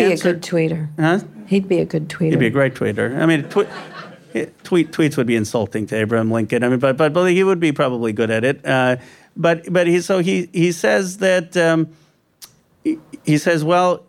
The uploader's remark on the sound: live onstage at Manny's in San Francisco